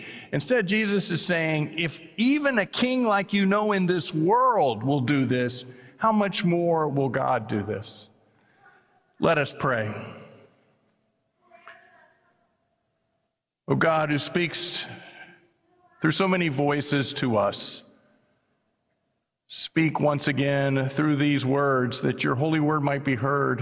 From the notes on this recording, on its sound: was preached at First Presbyterian Church of Allentown on August 13, 2023.